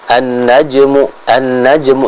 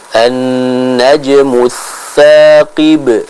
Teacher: Gunnah pada huruf nun. Jadi huruf nun ketika bertasydid ditahan dulu · Shown in: second take